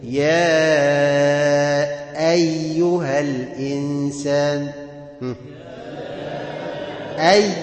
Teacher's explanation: الياء هنا غير ماديه، لانها خرجت من وسط اللسان بس ما حصلش التصاق زي الجيم · Term: الياء غير الماديه